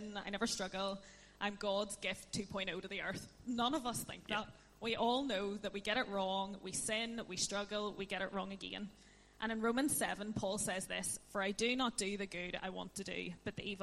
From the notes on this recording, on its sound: On this special live recording, from our Fourtwelve teaching series 'Deepend Disciples'.